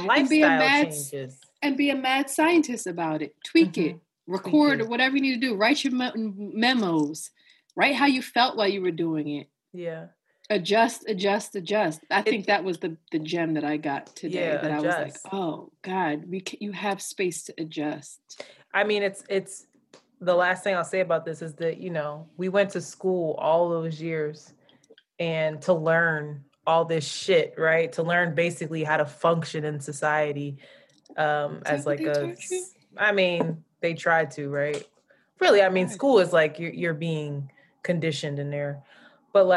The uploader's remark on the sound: SD card fails her, so we have to resort to using audio from Zoom